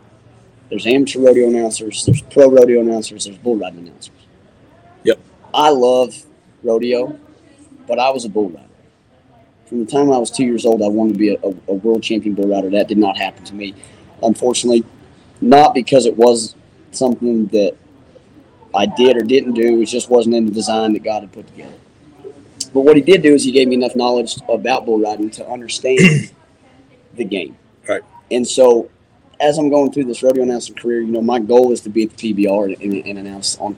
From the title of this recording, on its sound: LIVE FROM CFD OLD WEST MUSEUM